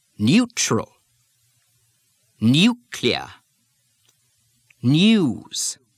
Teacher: It's the use of the y glide before the vowel oo in many situations where the oo is not spelled with the double O letters.